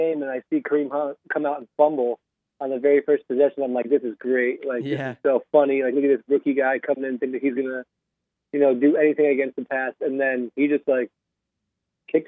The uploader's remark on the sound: returns via the phone lines